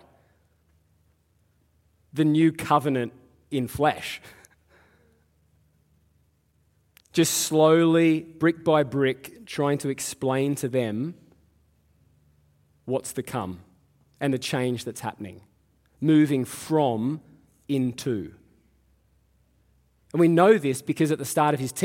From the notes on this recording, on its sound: Live at Echo Church Melbourne